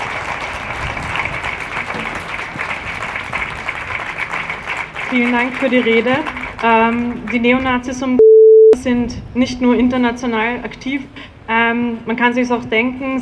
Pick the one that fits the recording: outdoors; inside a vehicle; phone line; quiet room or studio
outdoors